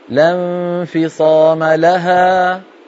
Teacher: لها حرف مد يتلاشى شيئا فشيئا.